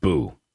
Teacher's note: The combination of the voiced plosive B and the roaring ooh sounds make boo a particularly startling word.